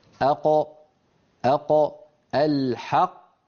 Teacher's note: تخرج من أقصى اللسان مع ما يحاذيها من الحنك اللحمي · Term: القاف